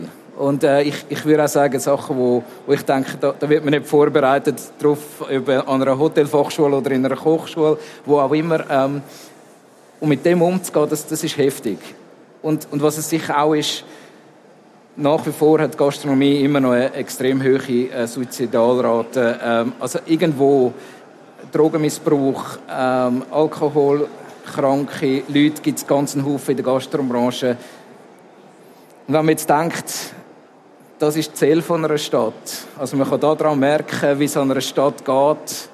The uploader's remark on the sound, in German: im Live-Podcast an der Igeho